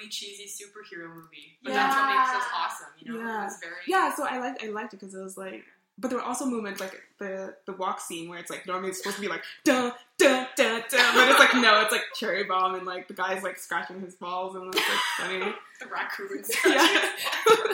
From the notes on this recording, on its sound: We had a lot of people on one mic.